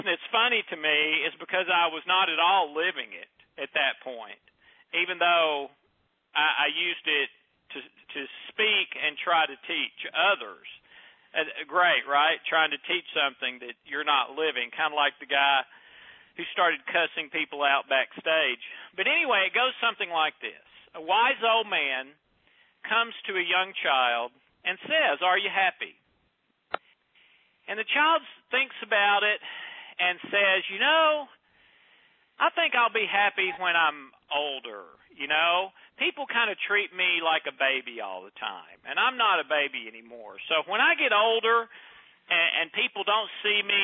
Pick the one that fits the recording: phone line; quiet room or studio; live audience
phone line